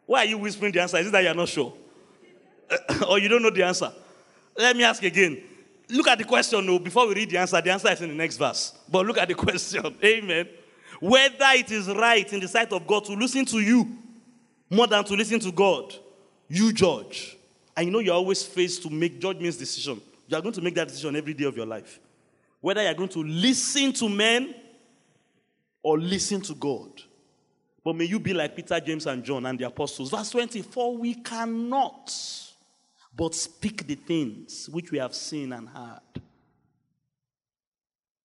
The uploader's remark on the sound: Wednesday Service. By Kingsword Ikeja.